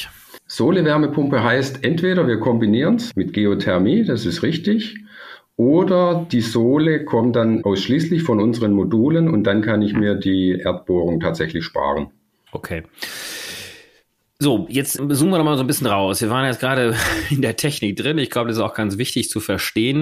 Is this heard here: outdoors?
no